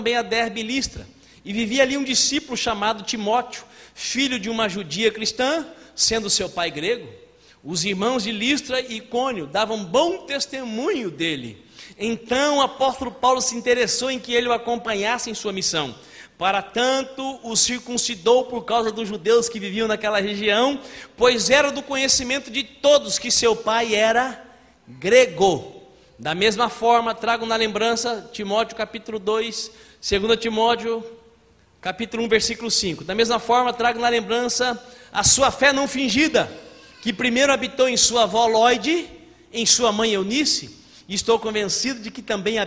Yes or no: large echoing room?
yes